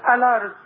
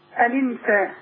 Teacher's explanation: هشيل الهمزة والحركة بتاعتها احطها على اي حرف ساكن قبلها · Term: نقل